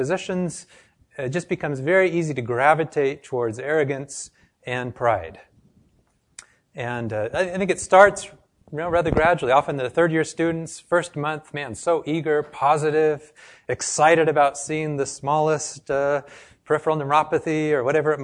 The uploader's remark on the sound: This lecture was given to a group of medical students and health professionals